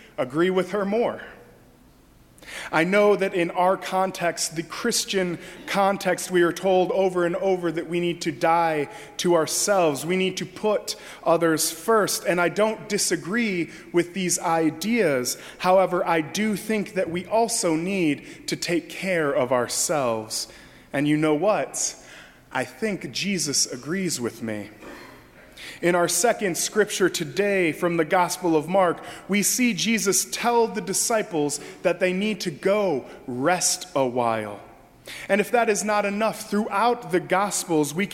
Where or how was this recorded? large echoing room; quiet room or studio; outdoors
large echoing room